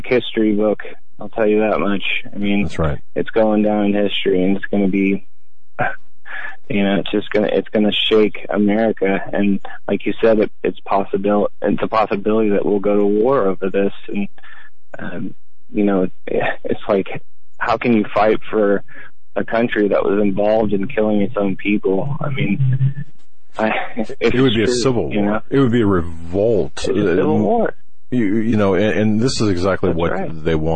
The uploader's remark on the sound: Open Phone Lines